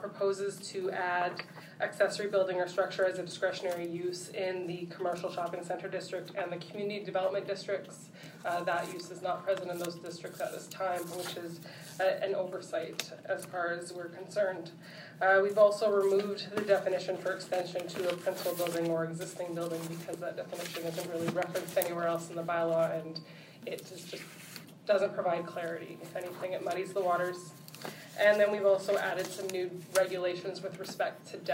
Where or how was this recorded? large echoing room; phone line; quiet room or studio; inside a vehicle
large echoing room